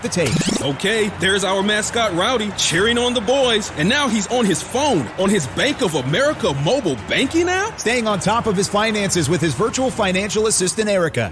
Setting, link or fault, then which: setting, busy venue